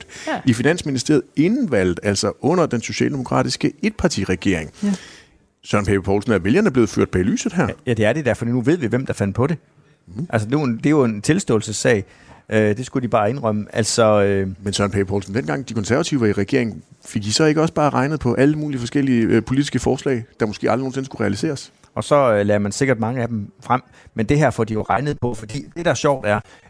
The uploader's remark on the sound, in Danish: Live fra Folkemødet